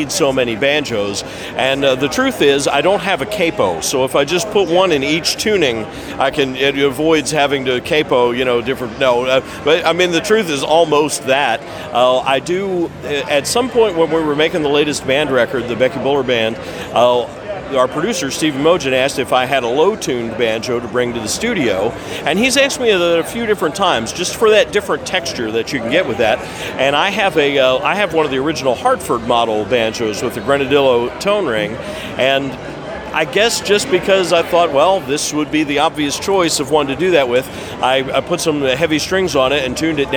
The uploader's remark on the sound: Live From IBMA 2022